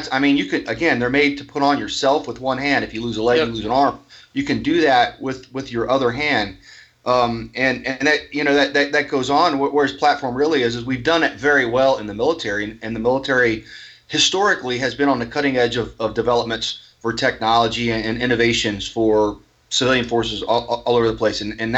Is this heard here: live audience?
no